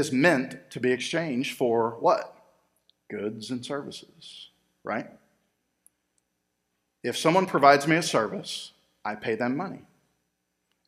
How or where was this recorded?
large echoing room